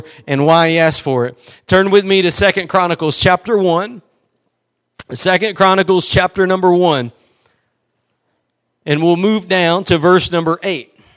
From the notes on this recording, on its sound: Preached at Gospel Lighthouse in Bossier City, La.